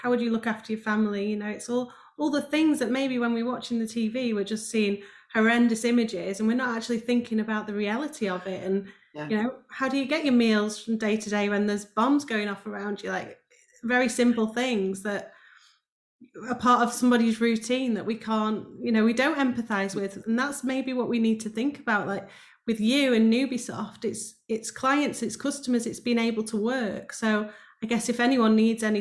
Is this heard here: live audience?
no